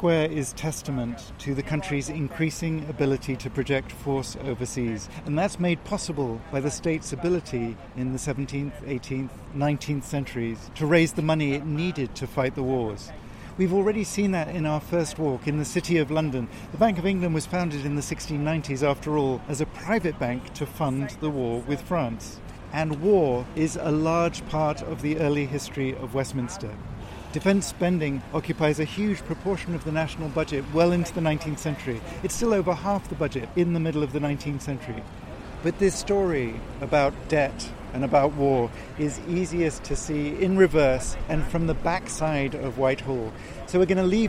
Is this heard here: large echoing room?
no